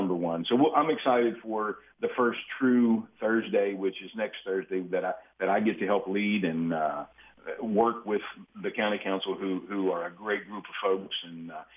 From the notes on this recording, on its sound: joined on the phone